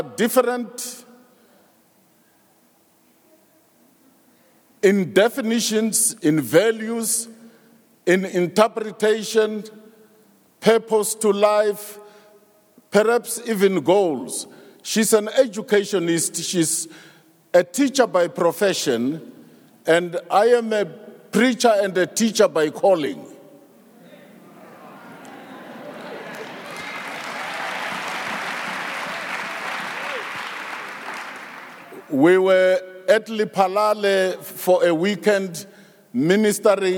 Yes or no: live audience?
yes